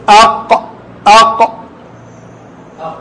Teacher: يرتفع بها اللسان، وكذلك هو من أقصاه، من قريب من اللهاه جدا